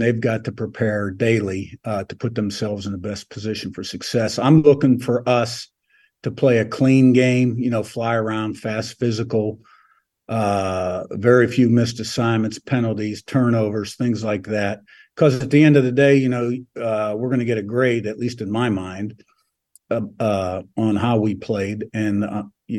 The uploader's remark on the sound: Sun Belt Zoom Call - 8/28.